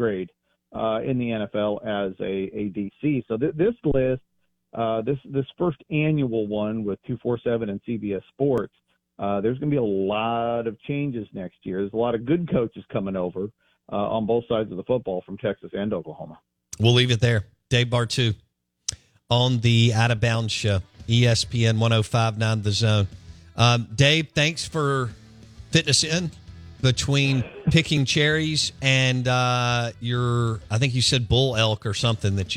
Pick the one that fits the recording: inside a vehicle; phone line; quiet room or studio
phone line